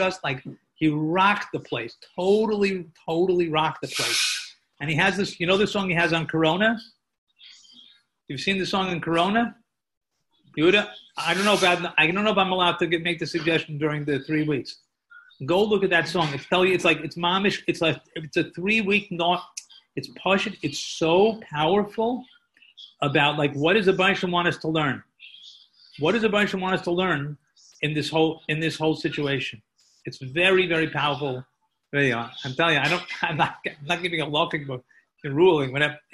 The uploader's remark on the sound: Live on Zoom 7-20-2020